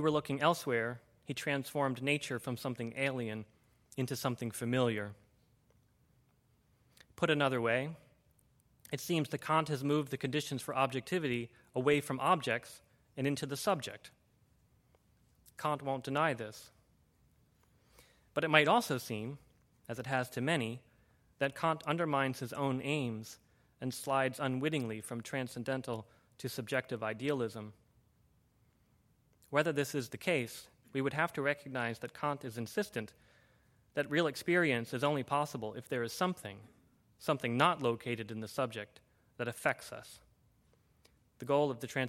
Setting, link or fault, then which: setting, large echoing room